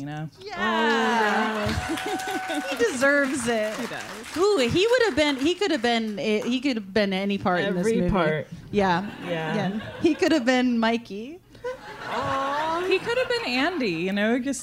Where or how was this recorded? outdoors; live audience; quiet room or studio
live audience